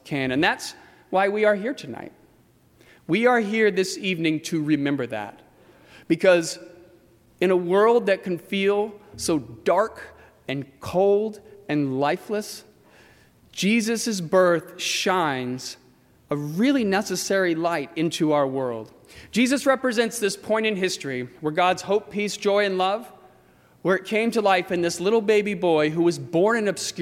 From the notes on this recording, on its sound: during the 8:00 PM Christmas Eve service on Sunday December 24, 2018, at First Presbyterian Church of Arlington Heights, Illinois.